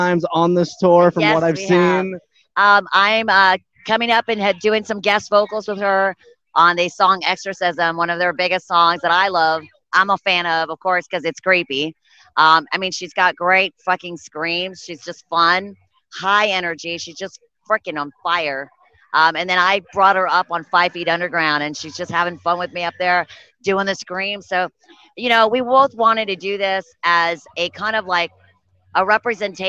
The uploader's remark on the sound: Interview at Michigan Metal Fest